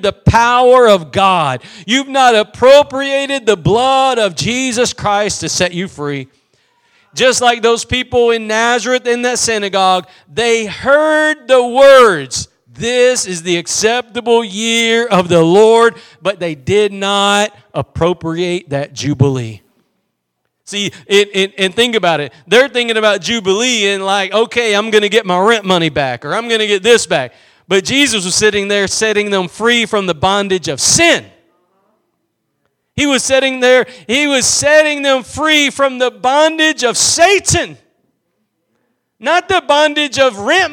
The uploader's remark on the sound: Preached at Gospel Lighthouse in Bossier City, La.